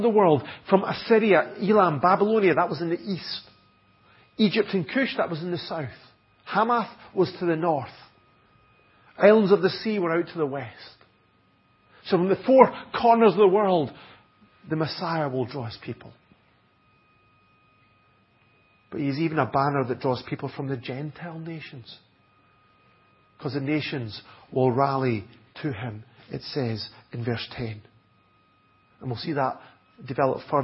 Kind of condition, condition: setting, large echoing room